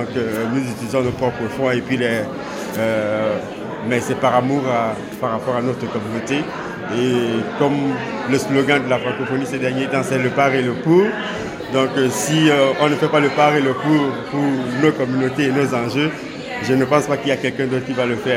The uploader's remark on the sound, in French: Ambiance Festive au Congrès de l'AFO. A vu rassembler des délégués et membres venus des quatre coins de la province.